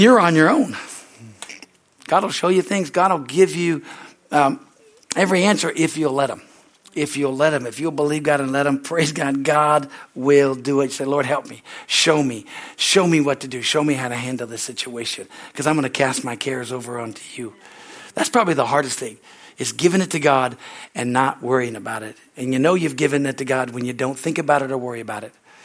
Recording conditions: large echoing room